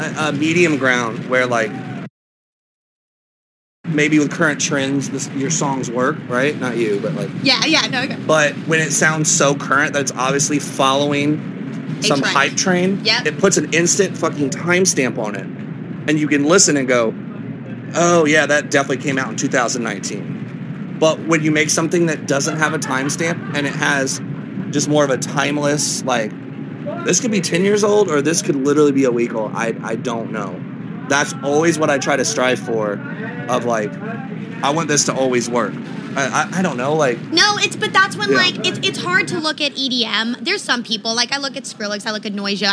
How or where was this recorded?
busy venue